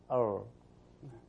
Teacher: لأن لما سمعت الراء أصبحت زي الراء الغربية. الراء الغربية ما فيها تكرار. آر يعني ما هي آر ما في تكرار هذا.